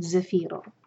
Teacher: زا پر بزن ساؤنڈ کے ساتھ اس کا مخرج ادا کریں گے